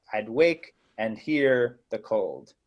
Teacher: a very classic iambic thing where you have a non-stress stress in the kind of like sonnet, like I'd wake and hear the cold.